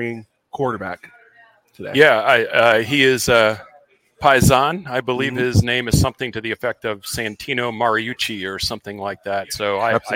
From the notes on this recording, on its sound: Gameday LIVE from Fishweir Brewing Company. LIVE from Fishweir Brewing Company in Jacksonville.